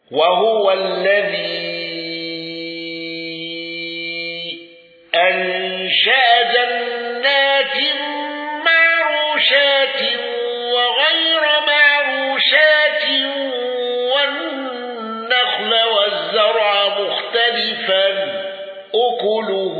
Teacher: خلف عن حمزة بالسكت على المد المنفصل والمفصول وترك الغنة